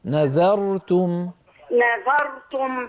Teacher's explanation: بارك الله فيك، تلاوتك جيدة، بس انتبهي الله يسلمك لما يأتي لما يأتي حرف مرقة قبل الراء المفخمة، مثلا كلمة نذرتم، نذرت الراء مفخمة لكن قبلها الزال مرققة، قولي هكذا نذرتم، نذرتم، لا تقولي نذر، نذر، أيوة أيوة، أو نذرتم، تفضلي، أو نذرتم، لكن فخم الراء، نذر، نذر، أيوة، هي بحاجة إلى انتباه وتدريب، أمرها بسيط، سببها الإلف.